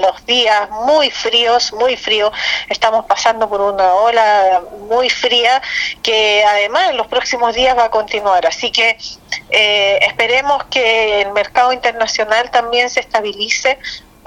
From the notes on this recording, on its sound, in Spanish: EN CONVERSACION TELEFONICA